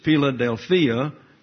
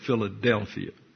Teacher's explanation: When they decided to name that city in Pennsylvania by that Greek word, they put the emphasis on the antepenult, which is the D-E-L · Shown in: second take